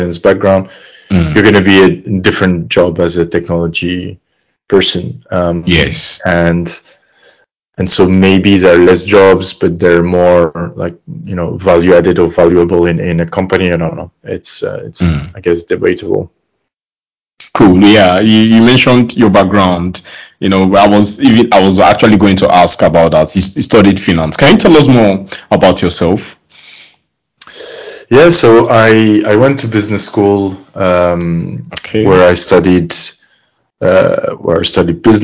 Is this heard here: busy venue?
no